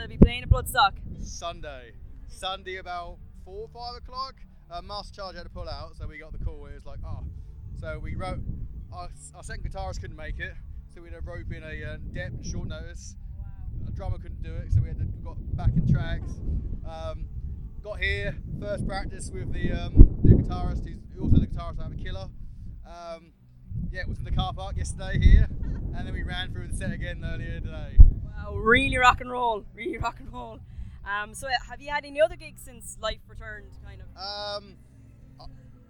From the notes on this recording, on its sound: Bloodstock Open Air Festival 2021. With a hand held recorder. The other few thousand who attended. Apologies for the poor quality of sound in some interviews. Windy conditions and was not in a dedicated area to interview the bands.